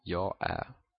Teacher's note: you always, pretty much always drop the R on this word